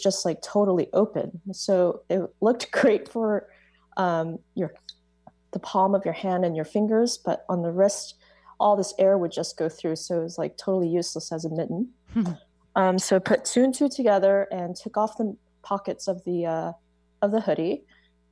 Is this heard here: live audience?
no